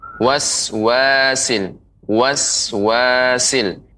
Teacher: pengucapan huruf sin ya dia lebih tipis ya, tajam.